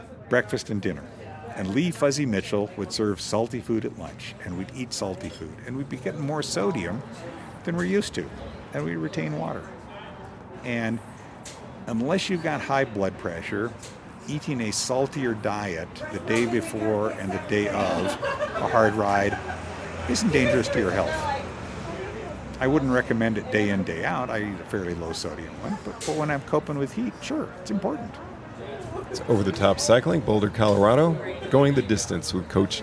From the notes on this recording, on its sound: Our studio is under construction due to flood damage - we're outside so please forgive the truck and traffic noise.